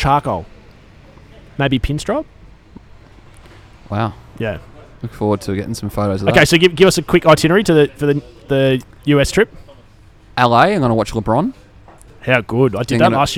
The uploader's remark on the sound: Join us live from the pub for our season finale!